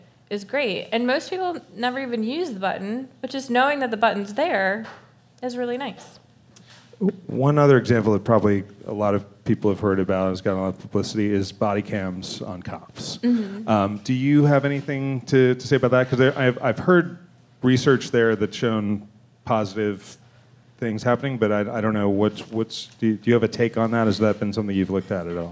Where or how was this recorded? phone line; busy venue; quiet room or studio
busy venue